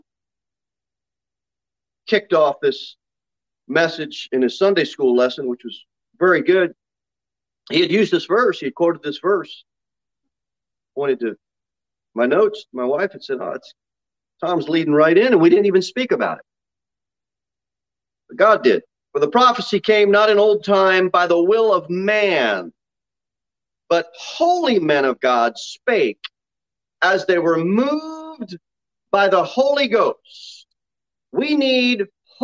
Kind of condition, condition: setting, large echoing room